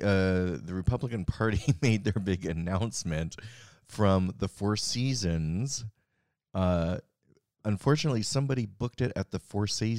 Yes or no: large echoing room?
no